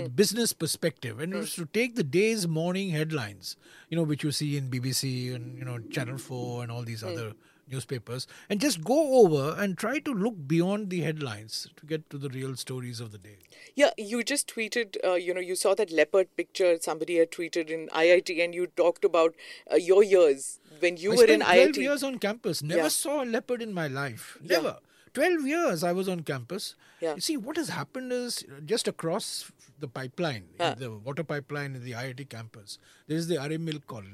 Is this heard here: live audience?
no